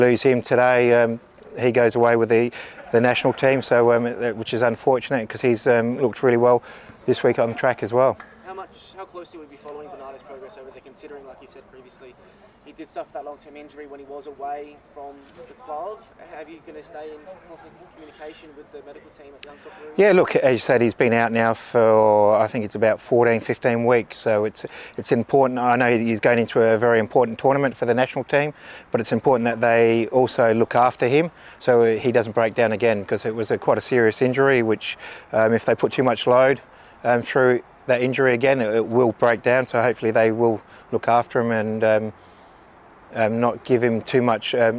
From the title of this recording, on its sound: Round 17 press conference